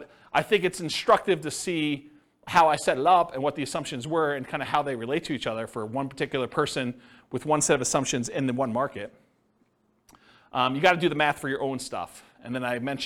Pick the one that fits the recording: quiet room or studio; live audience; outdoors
live audience